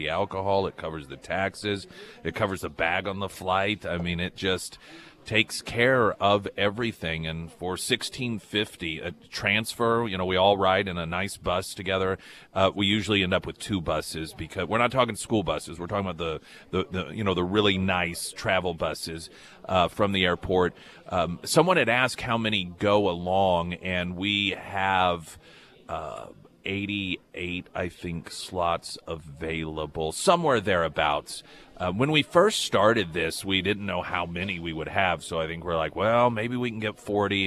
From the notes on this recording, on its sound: live at Scramblers Diner